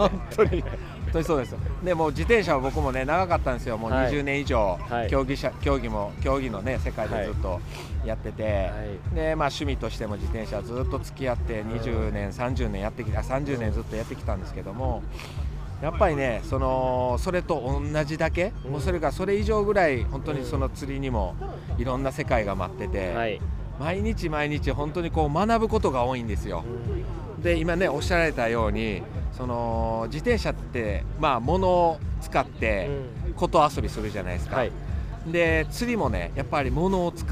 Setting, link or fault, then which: setting, busy venue